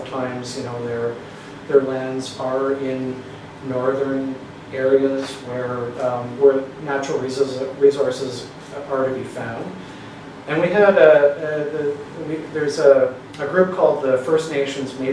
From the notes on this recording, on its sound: This lecture took place at The Institute of World Politics on April 17, 2023.